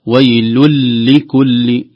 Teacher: اللام الأولى مشددة بسبب الإضغام